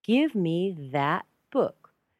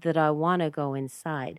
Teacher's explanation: I just took the a out and put a schwa. · Shown in: second take